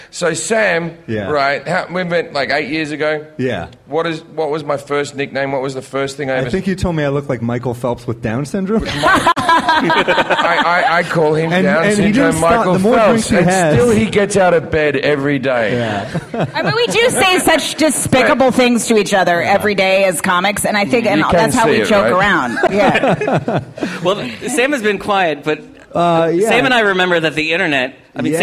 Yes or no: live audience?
yes